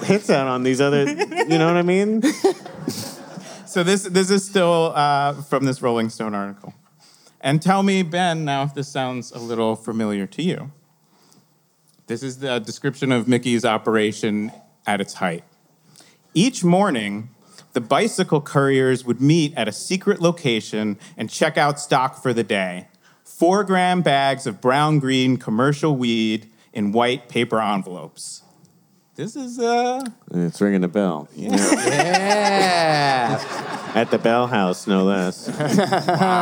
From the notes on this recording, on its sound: We recorded live in front of a standing-room-only crowd at the Bell House in NYC as part of the 2020 Brooklyn Podcast Festival .